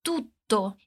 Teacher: No tutto, a gente dá aquela alongada clássica nos dois T's